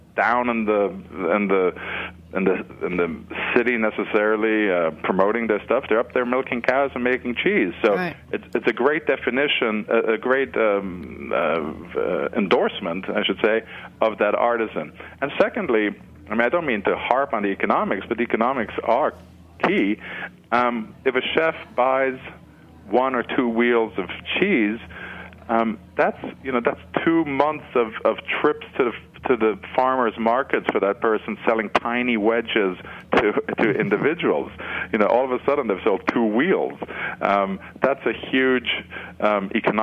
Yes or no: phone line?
yes